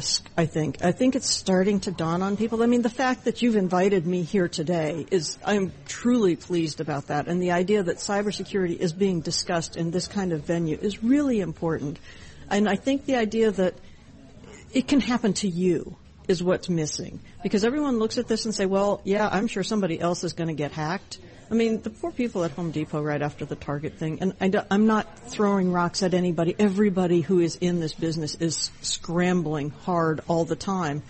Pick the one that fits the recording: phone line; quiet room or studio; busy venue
busy venue